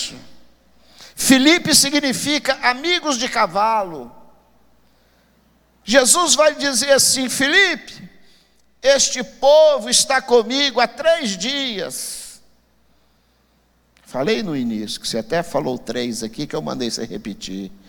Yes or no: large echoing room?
yes